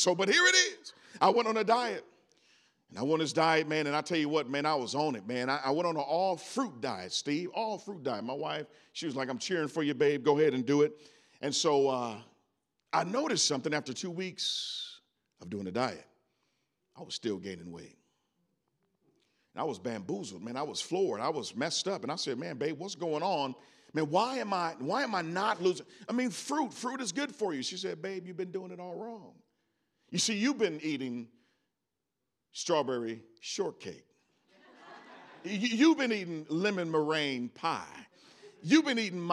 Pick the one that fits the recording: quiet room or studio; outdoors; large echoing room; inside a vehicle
large echoing room